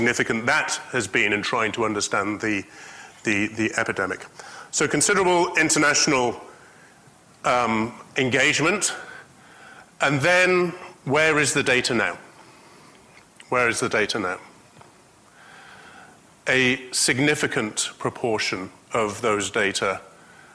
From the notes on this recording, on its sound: IFE Distinguished Visitor Lecture - recorded 7 June 2019 at QUT.